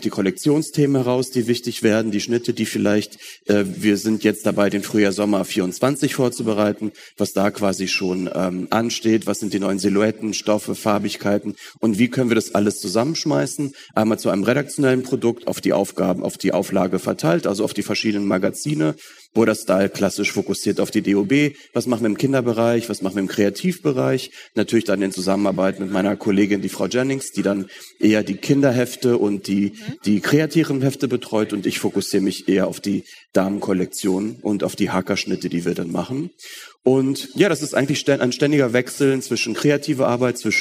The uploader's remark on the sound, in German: Live auf dem Talksofa der h+h cologne 2023.